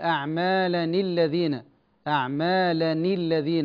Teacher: لما نصل قوله تعالى أعمالا بما بعدها نكسر التنوين، نقول أعمالا الذين هكذا.